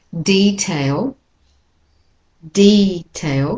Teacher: So the first syllable has the most stress. Second one is a secondary stress. And the American is detail.